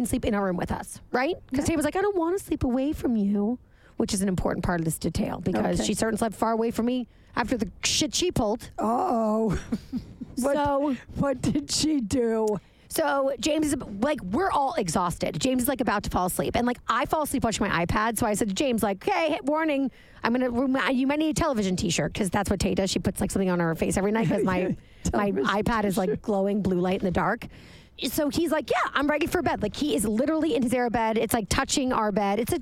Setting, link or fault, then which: setting, inside a vehicle